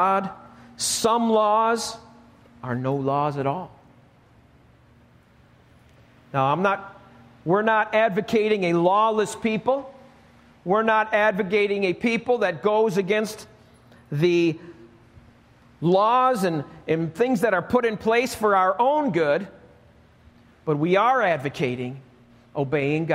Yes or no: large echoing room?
yes